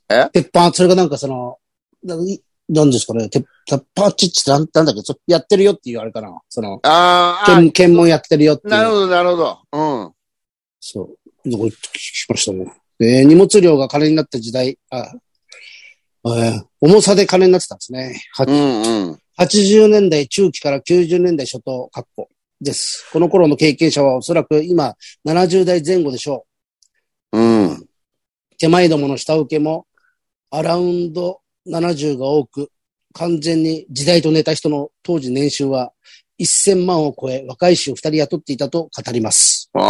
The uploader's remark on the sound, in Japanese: ZOOMで収録